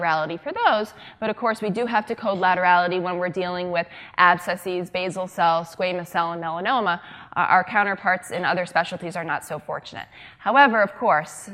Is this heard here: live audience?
yes